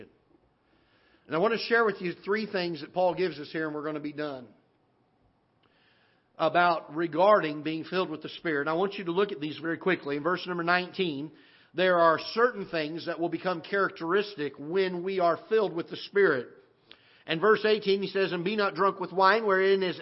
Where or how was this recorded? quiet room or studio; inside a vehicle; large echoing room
large echoing room